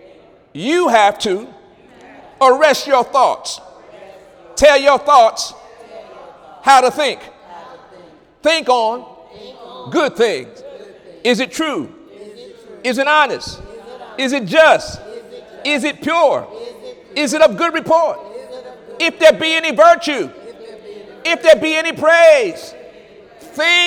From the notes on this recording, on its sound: During Wednesday night service on May 17, 2017